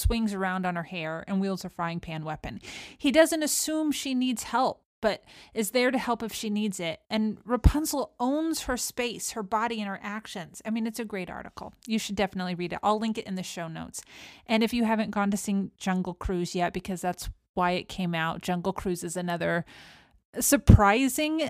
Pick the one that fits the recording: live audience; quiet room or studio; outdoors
quiet room or studio